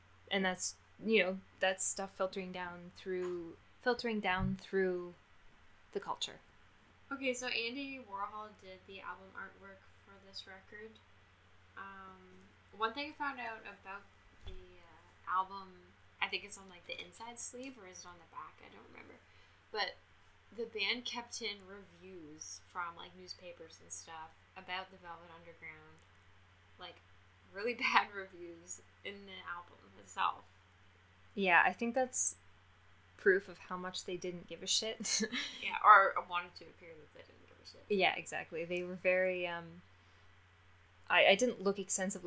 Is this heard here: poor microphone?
yes